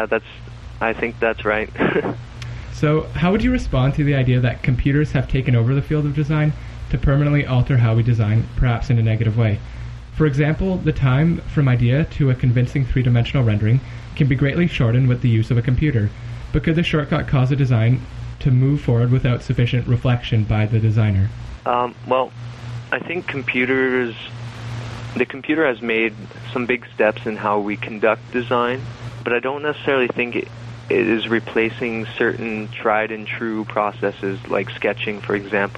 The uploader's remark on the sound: By phone from Ottawa Ontario.